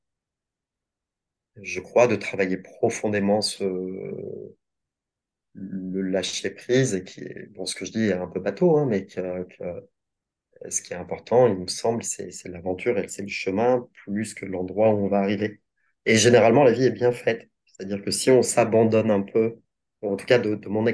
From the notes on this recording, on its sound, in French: Nous l'avons enregistré début 2023 à distance.